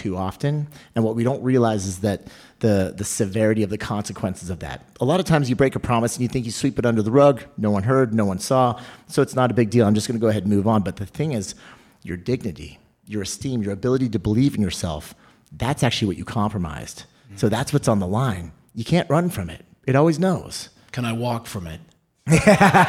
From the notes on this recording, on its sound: Our first LIVE podcast. Today’s show is brought to you LIVE from Buckeye. Speak to an audience and record the show at the same time.